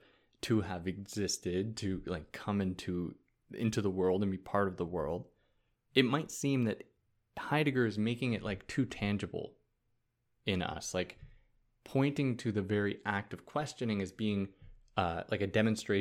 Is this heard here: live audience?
no